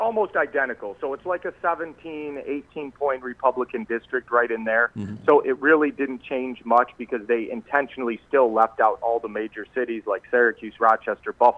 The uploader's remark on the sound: Called in today to say HE'S the Real Conservative in the race vs.